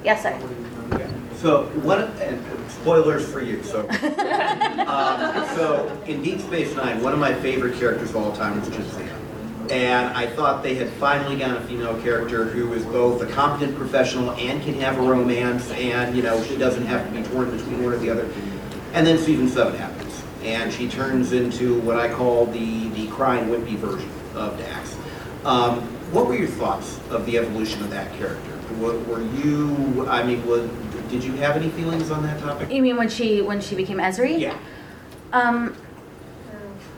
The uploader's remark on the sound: WAW Dragon Con Panel